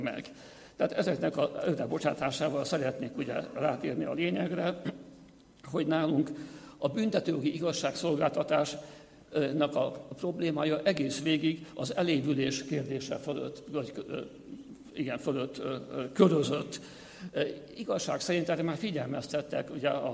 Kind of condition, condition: setting, live audience